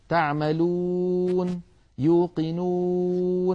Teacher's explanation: لابد يا إخوتي من ضم الشفتين ضما صحيحا محكما عند نطق الواو، وألا نخلط صوتها بألف، يعني ألا ننطقها مثل حرف الأو الأعجمي، هذا الفرنسي والإنجليزي أو.